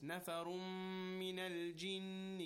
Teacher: we have Mim, which is one of the Idgham letters, but it is not Ra and Lam. We apply Ghunna in this case.